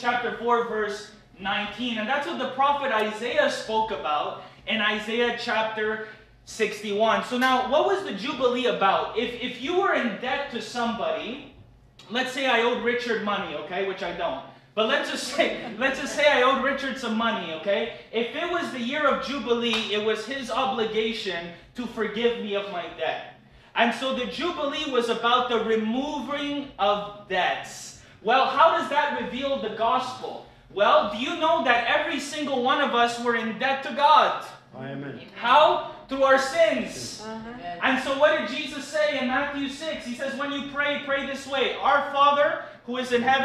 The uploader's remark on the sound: LIVE AT THE CAFE. The Friday night live meeting at the cafe.